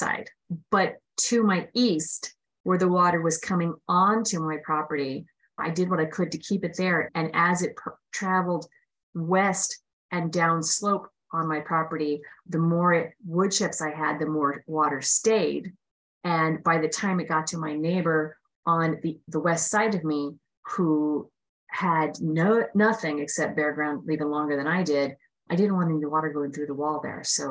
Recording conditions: video call